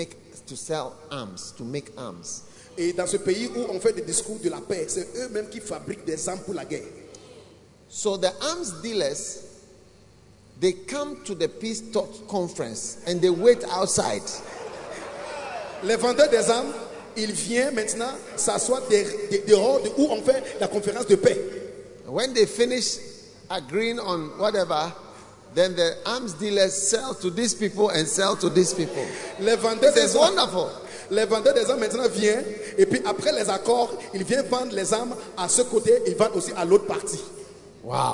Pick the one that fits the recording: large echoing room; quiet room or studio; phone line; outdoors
large echoing room